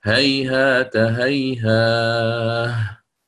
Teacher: يقف عليه بالهاء إن وقف على الأولى أو الثانية. المفيد عندما يكون الوقف على الكلمة هيهات الأولى أو هيهات الثانية، إما إن وقفت على الأولى سأقول هيها، أو إن وقفت على الثانية سأقول هيهات هيها.